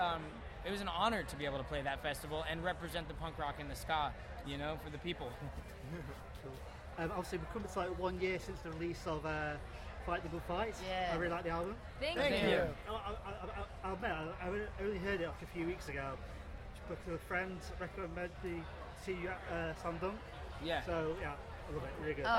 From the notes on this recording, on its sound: at Download Festival 2019